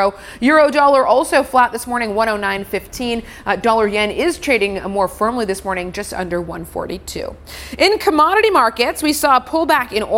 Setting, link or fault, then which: setting, busy venue